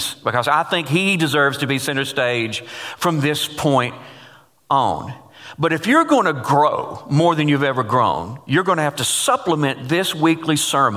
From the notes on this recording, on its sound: Taken from GCC Live: March 22